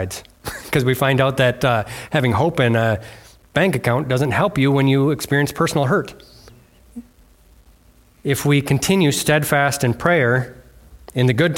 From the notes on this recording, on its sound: was delivered on Sunday, January 28th at Bible Center Church in Maiden Rock, Wisconsin.